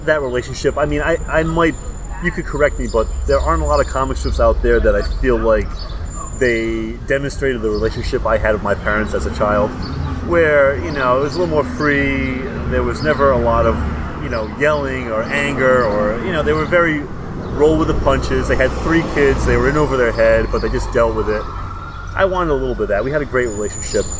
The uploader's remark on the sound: on the sidewalks of Boston (complete with street noises!